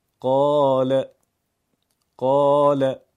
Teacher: تلفظ الف کوچک با الف بلند هیچ تفاوتی با هم نداره